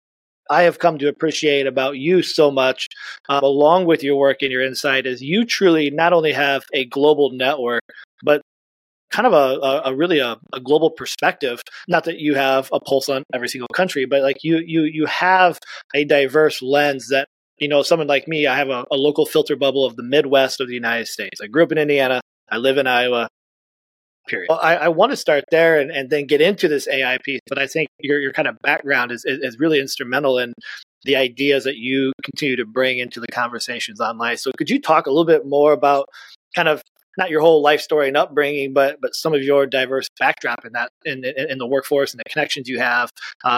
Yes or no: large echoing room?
no